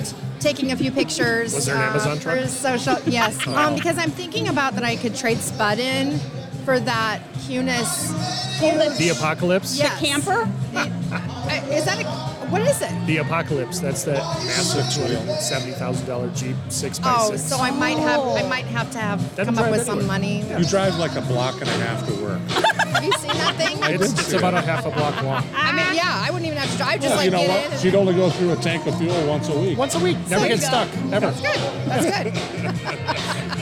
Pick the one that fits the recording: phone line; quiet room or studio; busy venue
busy venue